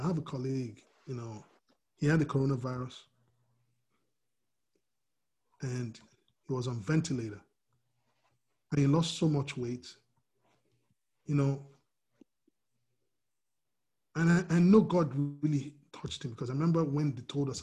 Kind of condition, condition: link, video call